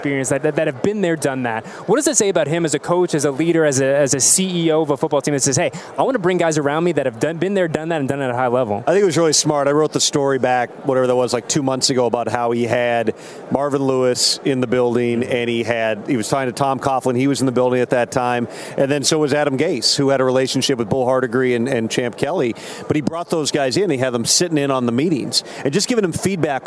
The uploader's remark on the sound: LIVE FROM RADIO ROW